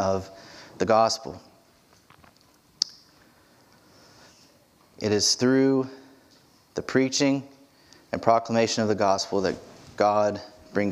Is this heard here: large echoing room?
yes